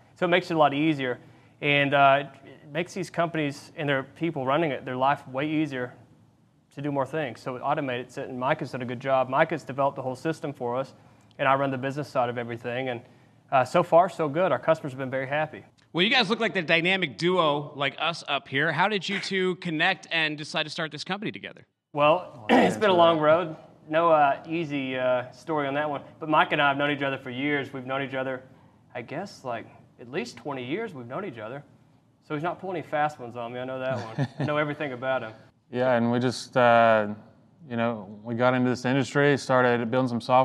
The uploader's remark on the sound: live from day one of F3: the Future of Freight